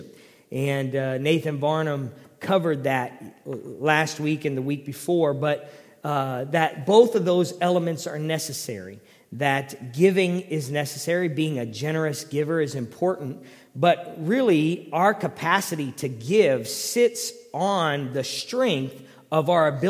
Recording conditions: large echoing room